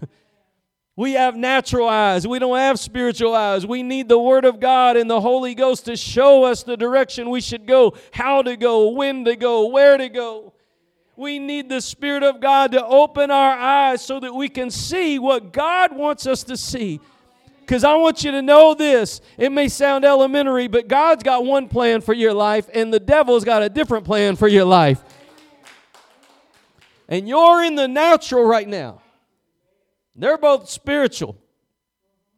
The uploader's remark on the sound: Preached at Gospel Lighthouse in Bossier City, La.